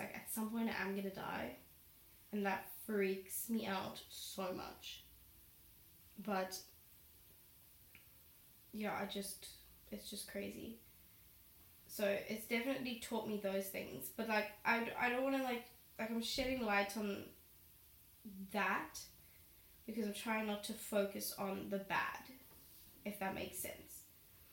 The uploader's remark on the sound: i'm sorry about the sound quality - my laptop didn't recognise my mic while I filmed this and recorded the episode on my laptop mic